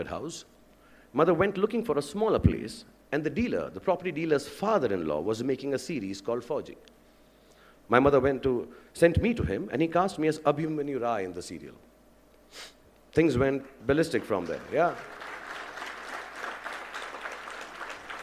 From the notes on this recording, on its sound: IIMBUE Lecture. Delivered the inaugural address at the first Global Alumni Leadership Summit organized by the Indian Institute of Management Bangalore, IIMBUE 2015.